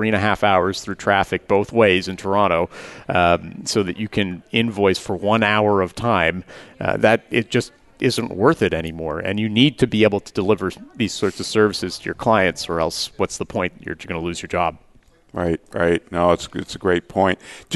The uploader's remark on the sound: Live Broadcast at the The IPBC IGNITE Conference.